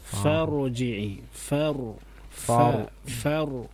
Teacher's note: ro baru tebal fa nya tipis